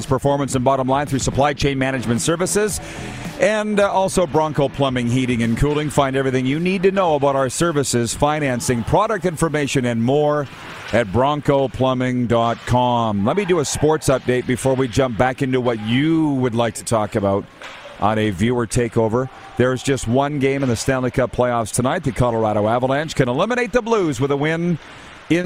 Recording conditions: busy venue